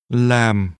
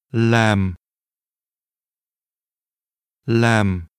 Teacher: To do is pronounced with a falling tone.